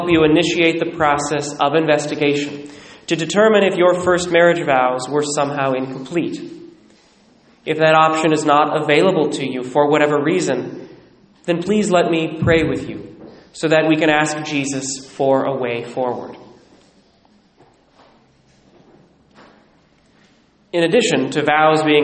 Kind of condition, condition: setting, large echoing room